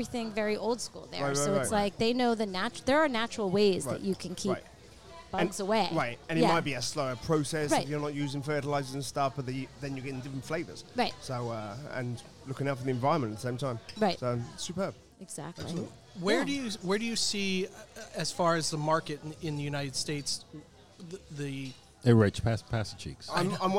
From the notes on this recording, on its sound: We're back recording at one of our favorite spots, Ibizia Kitchen in Chappaqua, NY. We're back recording at one of our favorite spots, Ibizia Kitchen in Chappaqua, NY.